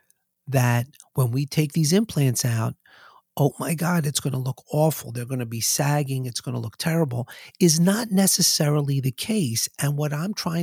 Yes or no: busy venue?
no